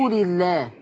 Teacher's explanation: اي لفظ جلاله وقبله كسر. اللام بتاعته تترقق زي ما بتقولي بسم الله